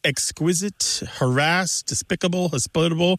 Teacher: they're all moving that pronunciation, that stress in the pronunciation to the second syllable